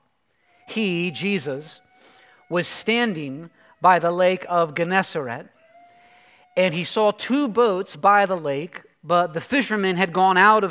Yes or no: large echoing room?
yes